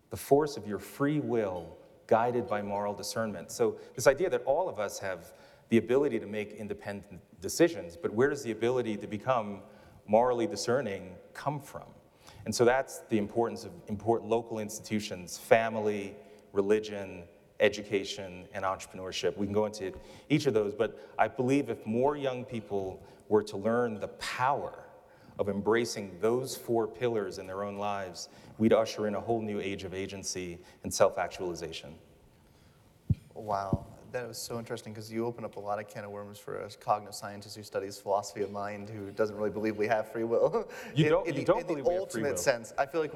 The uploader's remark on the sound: I had the opportunity at a recent event to host a conversation on stage. What we really want to talk about as we do this live today.